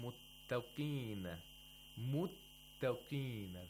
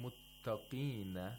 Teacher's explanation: The ta has tarqiq. · Shown in: first take